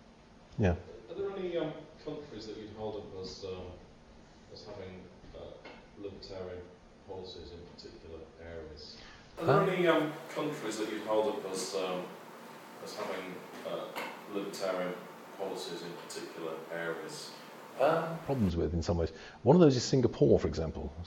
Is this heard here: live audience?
yes